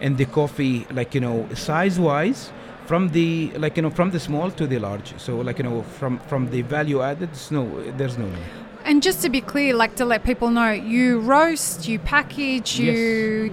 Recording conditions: busy venue